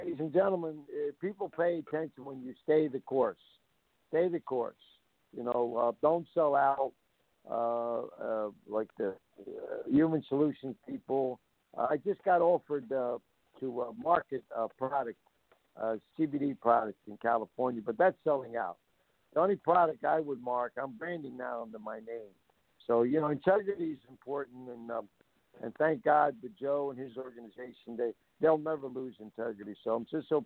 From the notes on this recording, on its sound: the phone lines are open